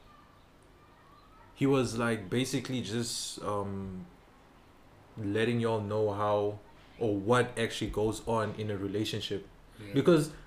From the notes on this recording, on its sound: An all round funny discussion that was outside with the boys.